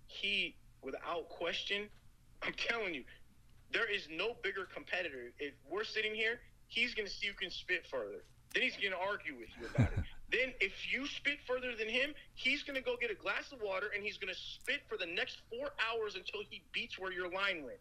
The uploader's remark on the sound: on the phone with The Fighter's Voice